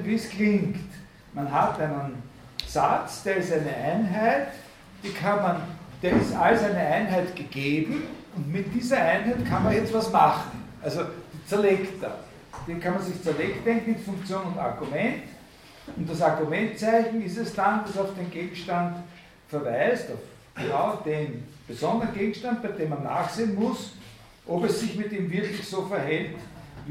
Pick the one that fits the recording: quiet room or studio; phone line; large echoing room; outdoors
large echoing room